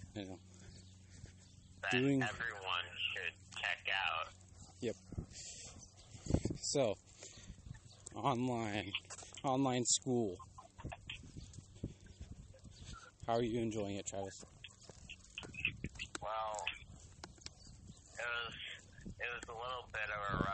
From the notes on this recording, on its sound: Here we walk and talk